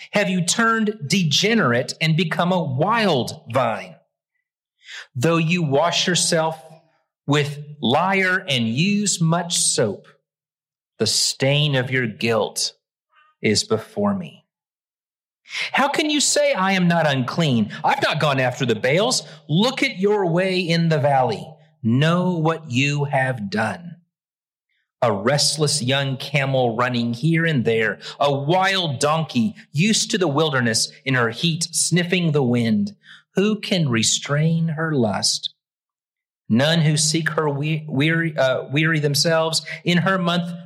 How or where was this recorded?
large echoing room